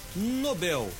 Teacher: com a sílaba tônica bel, chamada oxítona